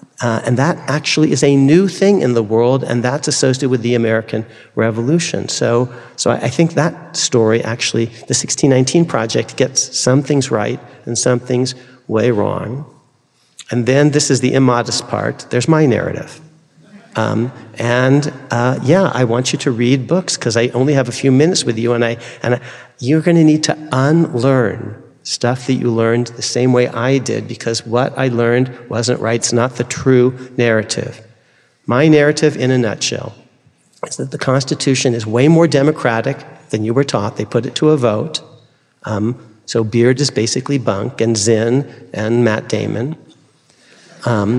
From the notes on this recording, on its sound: delivered this forum address on September 26, 2023.